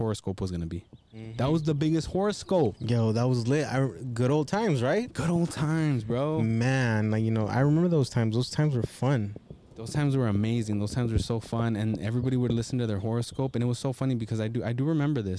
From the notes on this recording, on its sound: Outside Happy Easter Sunday. We're literally outside this episode!!!